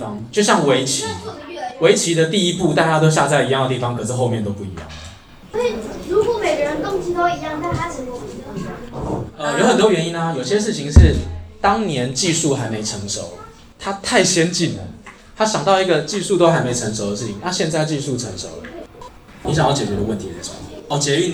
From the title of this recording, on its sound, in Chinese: 北市國小職能探索課程現場錄音